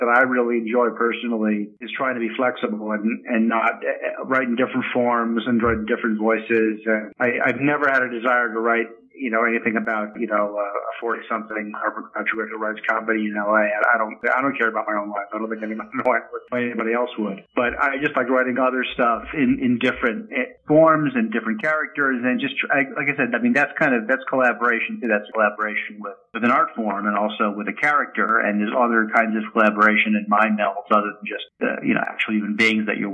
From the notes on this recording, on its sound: He called in from his home in Hollywood